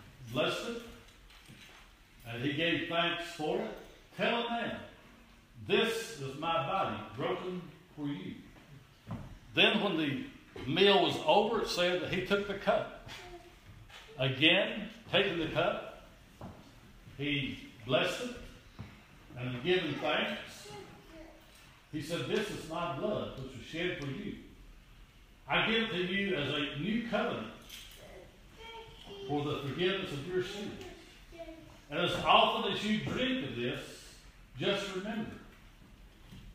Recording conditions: large echoing room